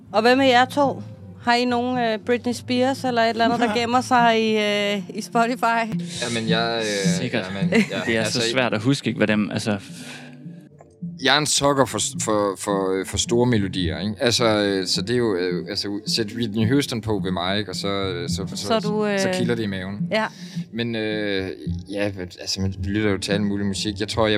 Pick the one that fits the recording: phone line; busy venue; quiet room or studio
busy venue